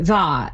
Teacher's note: saying the vowel a, like in that, more backed